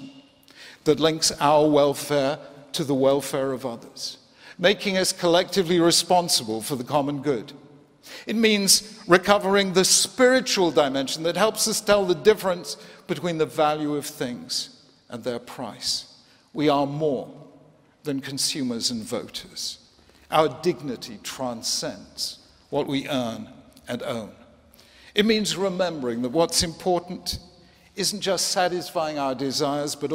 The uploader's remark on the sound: 2016 Templeton Prize Ceremony